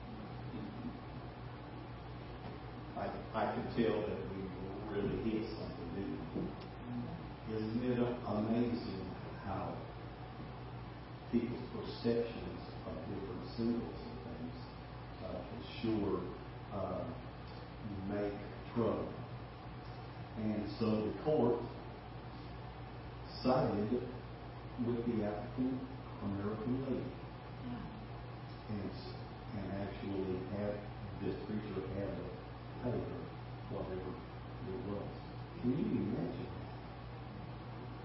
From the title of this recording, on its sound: Ketha Heights Baptist Church ~ Live Broadcast